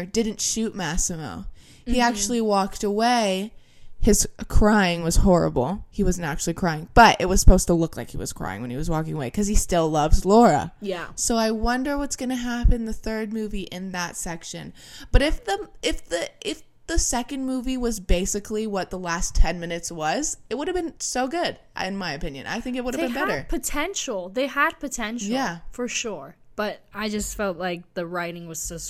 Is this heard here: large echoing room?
no